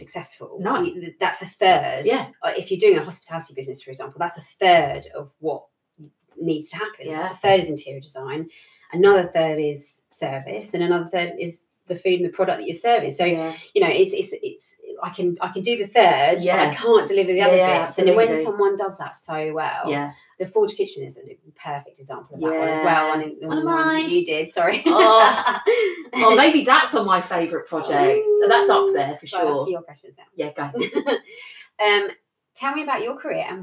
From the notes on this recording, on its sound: This was the first time we ever recorded anything so the sound isn't as good as it is in the main episodes.